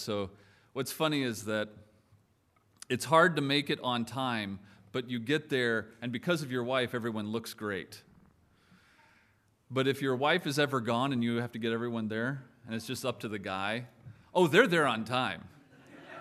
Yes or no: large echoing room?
yes